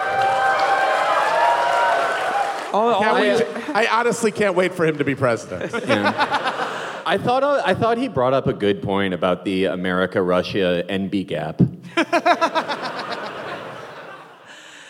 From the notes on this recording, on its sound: Live From the South. A mashup of our recent live shows in Atlanta and Nashville.